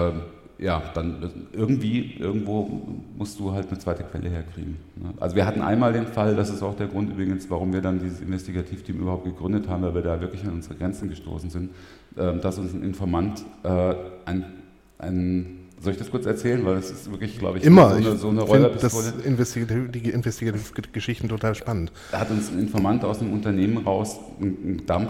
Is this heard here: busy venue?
yes